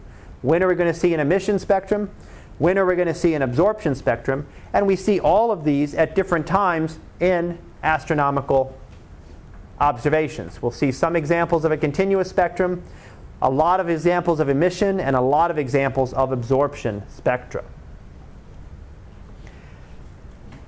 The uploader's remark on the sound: Live Class Lecture